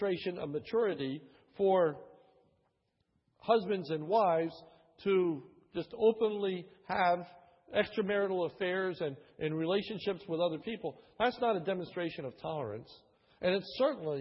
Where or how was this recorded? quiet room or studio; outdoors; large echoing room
large echoing room